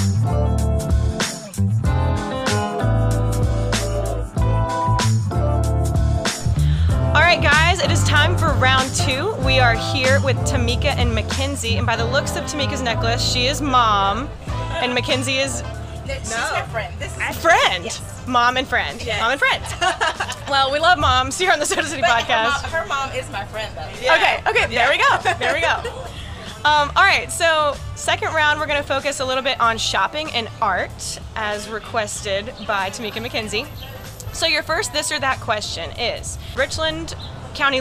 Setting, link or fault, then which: setting, busy venue